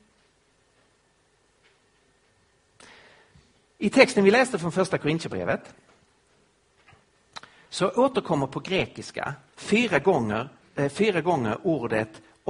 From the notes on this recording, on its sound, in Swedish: Inspelad på Apologiakonferensen på Fjällgården i Jönköping 2015-03-28.